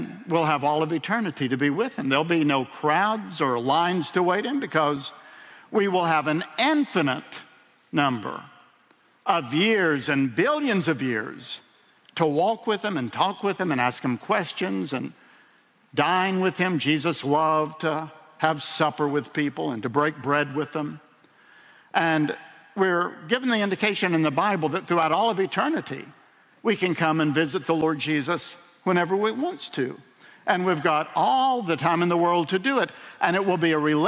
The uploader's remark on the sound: In a sermon delivered at World Outreach Church